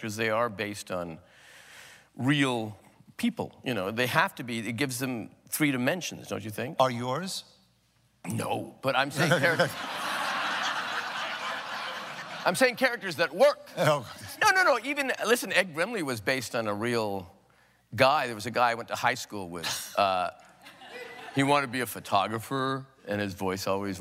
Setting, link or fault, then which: setting, live audience